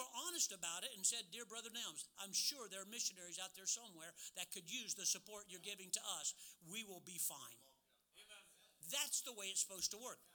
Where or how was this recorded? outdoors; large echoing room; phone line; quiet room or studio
large echoing room